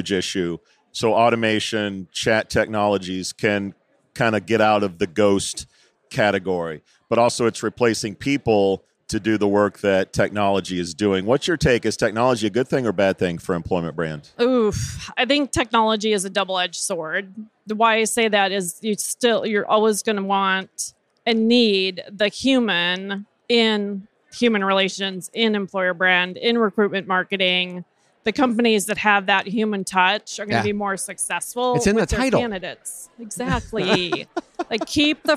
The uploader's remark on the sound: Live from TA Week at the Qualifi booth